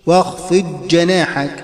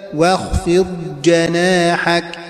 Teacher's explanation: أما واخفض جناحك فتبدل الضاد جيم ثم تدغم فيها كذا خطأ واخفض جناحك، لكن الصواب لا بد أن يبقي على الضاد باستطالة · Shown in: second take